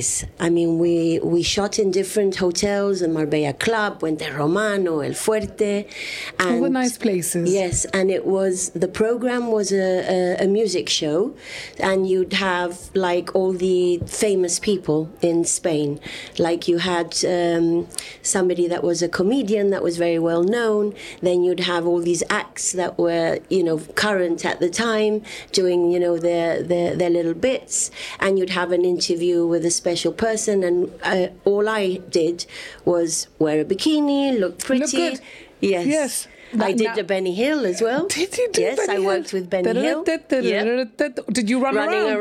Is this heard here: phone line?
no